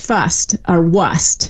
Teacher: that's where we really see the R starting to drop, right before S's · Term: R's ever started to get dropped